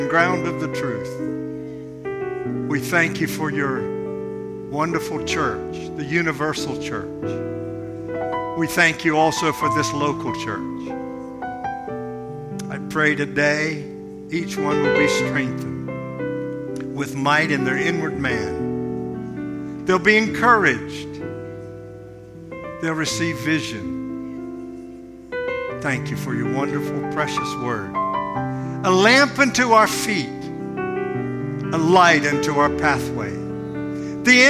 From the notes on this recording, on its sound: This sermon was recorded at Family Worship Center in Florence, SC on Sunday, August 13, 2023